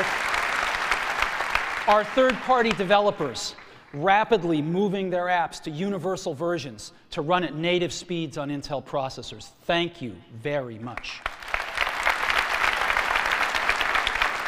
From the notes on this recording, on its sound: Macworld San Francisco 2007 Keynote Address. Keynote address from San Francisco's Moscone West.